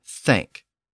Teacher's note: The TH sound in thank is more pronounced, and the tongue moves forward between the teeth to achieve that sound.